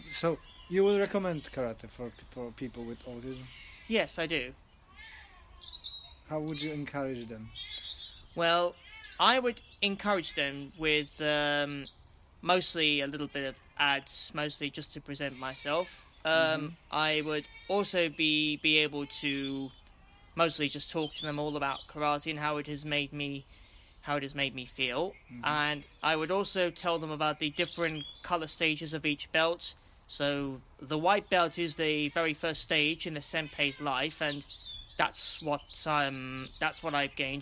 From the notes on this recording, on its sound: we had to record it outside so you have a nice background of birds